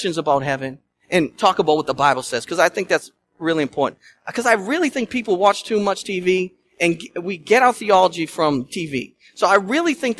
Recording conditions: large echoing room